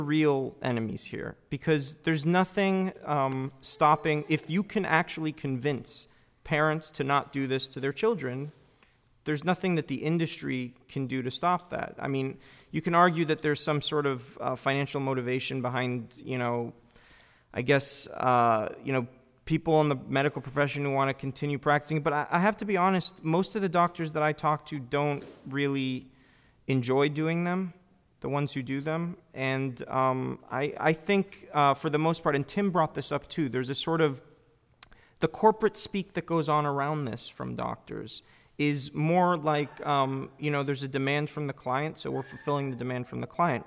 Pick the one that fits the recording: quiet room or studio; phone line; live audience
live audience